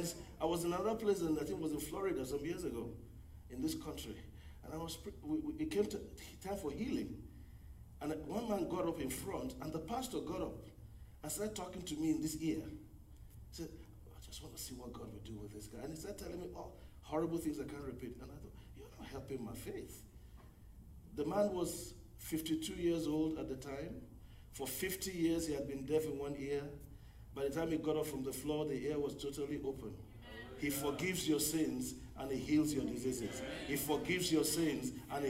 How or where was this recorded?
large echoing room